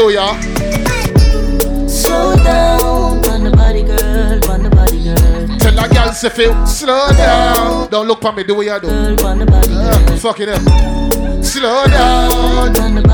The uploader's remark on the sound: LIVE SET, AT BACK IT UP, CARGO... LIVE SLOW DANCEHALL SET.